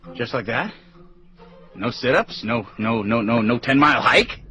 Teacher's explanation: 所有的重音和上飘的地方都在 that, sit-ups, hike.